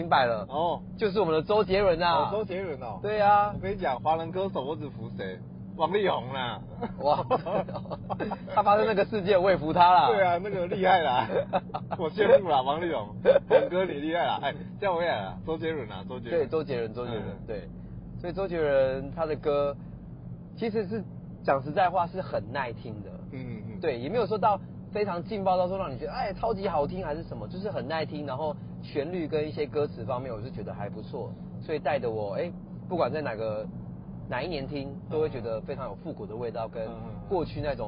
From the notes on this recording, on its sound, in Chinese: 兩人在車上聊著2023年度的最愛歌手TOP3。我們嘗試看看新的錄音風格～。這麼REAL、環境音這麼吵的Podcast只有這裡有喔！